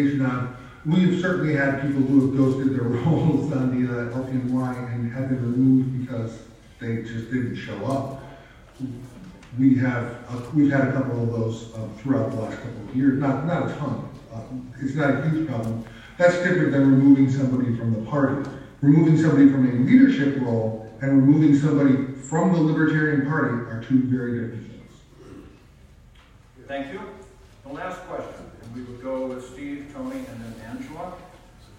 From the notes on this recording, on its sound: This is a recording of the chair debate for the LNC held at the California Libertarian convention in Long Beach